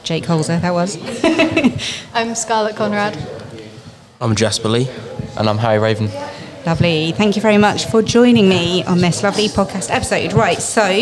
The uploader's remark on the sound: special episode recorded during SJLHS whole school open evening